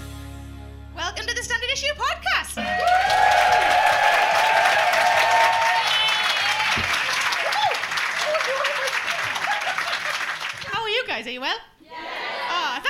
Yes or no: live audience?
yes